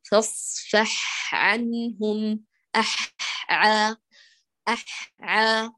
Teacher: نتأنى على الحاء قليلاً نأتي برخاوتها، وبعد ذلك يؤتى بالعين، وفي الحاء نركز على صفاتها كلها ونأتي بالبحة والرخاوة الهمس